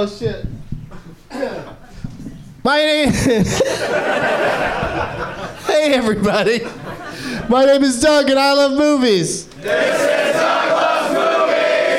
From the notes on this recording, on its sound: Live from the NerdMelt Showroom in LA